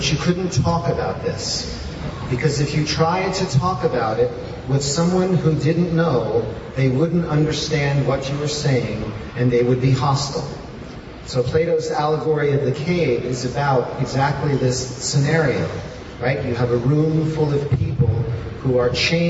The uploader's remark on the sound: In this talk, given at the 4th annual Amazonian Shamanism Conference in Iquitos, Peru